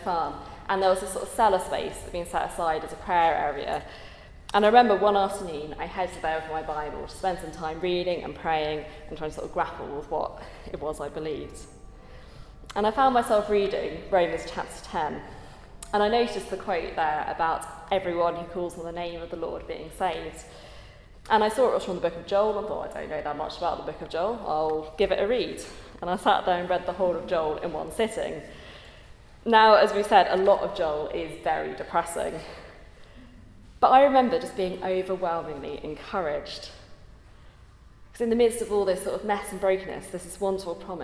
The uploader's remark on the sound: At a Christians in Parliament Chapel Service which was held in the Chapel of St Mary Undercroft on Tuesday 9th May 2023.